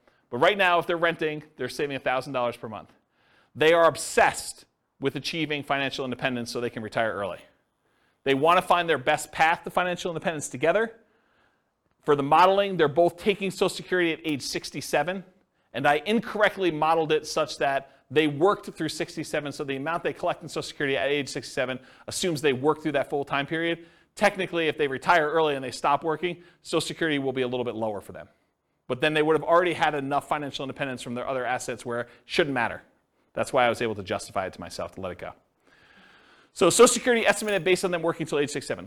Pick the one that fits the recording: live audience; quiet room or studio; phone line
live audience